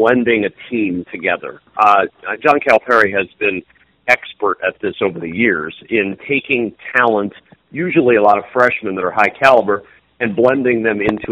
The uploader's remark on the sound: Called in immediately after Purdue's loss to Ohio State.